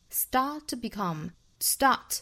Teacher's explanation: start,这个单词长元音啊，上下开口度更大一点。Start to become, start,尾部的 t 省读，后面的 to 弱读成 t, start to become really